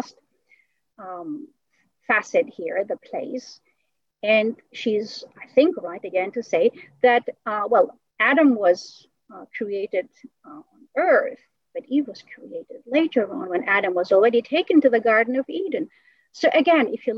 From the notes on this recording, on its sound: An evening webinar lecture. Part of our summer webinar series on "Reason and Beauty in Renaissance Christian Thought and Culture," presented in collaboration with the American Cusanus Society.